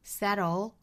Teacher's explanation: 美式发法呢我们要注意它其实就是一个 flap t 的感觉了